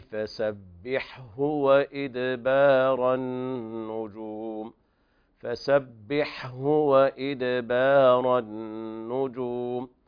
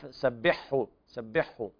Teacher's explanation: في باب التنبيهات تبين الحاء من الهاء · Shown in: first take · همز هاء عين الحاء بينهما تقارب، هكذا تقرأ ومن الليل فسبحه وإدبار النجوم، فسبحه وإدبار النجوم، فالحاء تأخذ حقها من الهمس وكذلك بيان البحة الموجودة في الحاء، ثم تظهر الهاء أيضا.